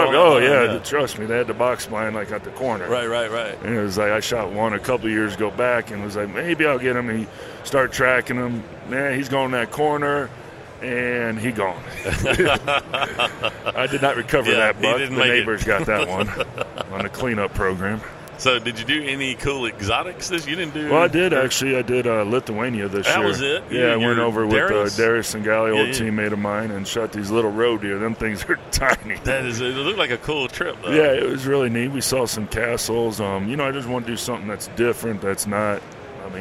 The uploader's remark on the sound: At the 2019 ATA Show during the Browning Trail Cameras takeover of The Break Podcast.